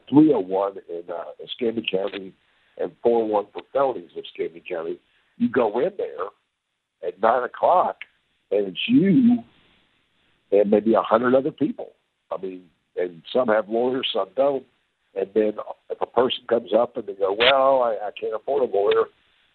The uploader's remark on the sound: joins us by phone